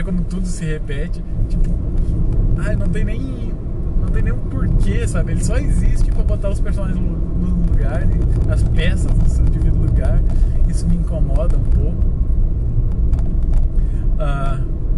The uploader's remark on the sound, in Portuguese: Podcast gravado no carro